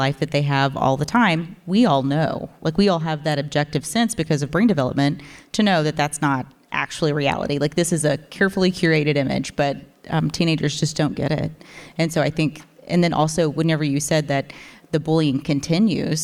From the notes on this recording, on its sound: We sit down in front of a live audience in Fort Worth, Texas.